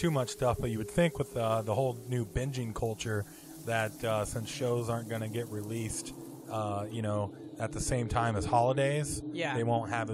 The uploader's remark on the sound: We also recorded the whole episode in a cemetery by a spooky house